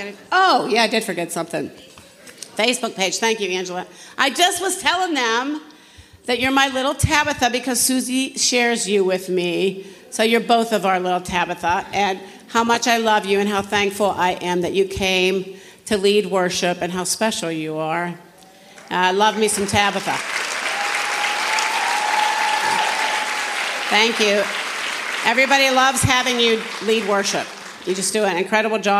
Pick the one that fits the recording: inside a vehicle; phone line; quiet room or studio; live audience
live audience